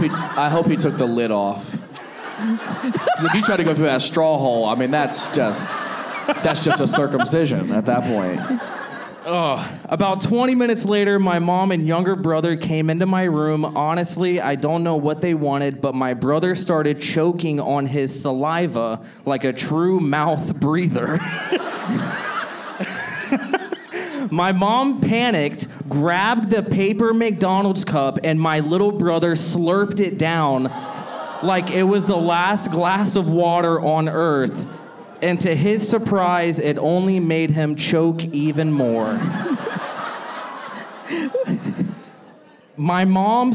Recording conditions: live audience